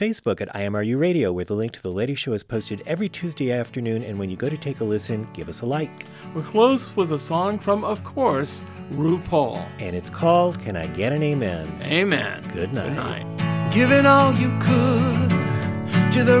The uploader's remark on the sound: LIVE in studio + Interviews from the exhibition floor of RuPaul's Drag-Con 2017.